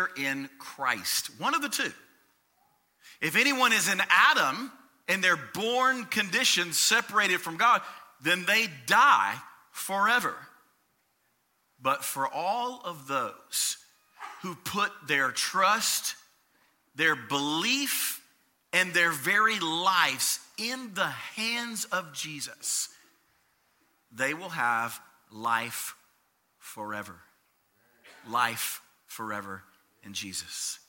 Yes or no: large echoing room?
yes